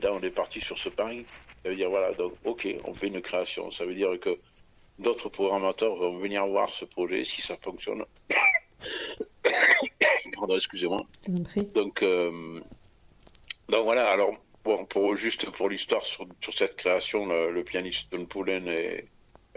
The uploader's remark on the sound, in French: Entretien téléphonique